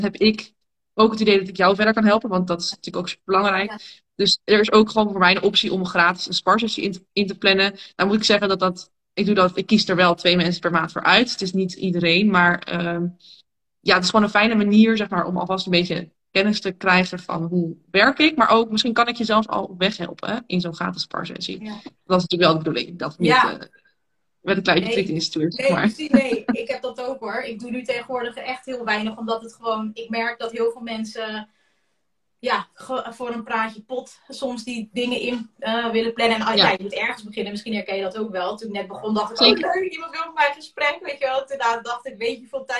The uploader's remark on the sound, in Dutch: een gesprek dat ik live via Instagram had